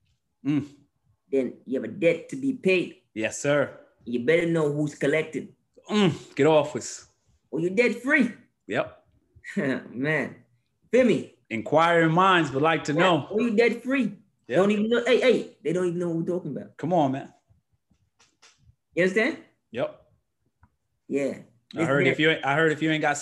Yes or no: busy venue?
no